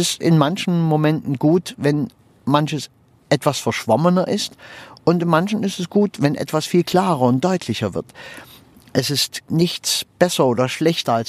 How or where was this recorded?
inside a vehicle